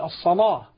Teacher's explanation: أن أغلظ اللام فتكون اللام عندئذ مغلظة فخمة ضخمة، فأقول الصلاة فتكون بمستوى الحرف الذي سبقها. · Term: التغليظ